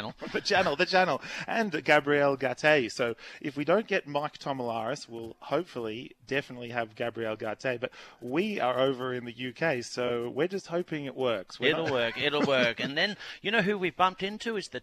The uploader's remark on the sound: The guys are live in England! Sitting in a Devon pub.